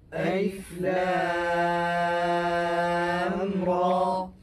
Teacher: إذن ألف لا مد فيها، لام مددناها 6 حركات لأنها لازم حرفي مخفف، را مددناها بمقدار حركتين لأنها مد طبيعي من حروف حي طهرة.